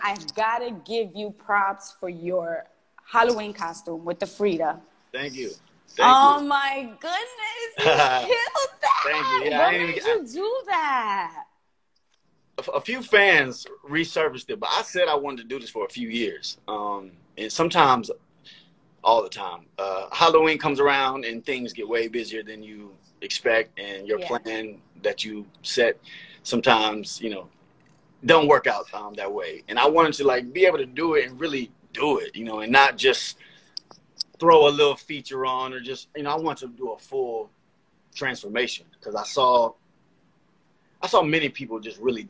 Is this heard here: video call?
yes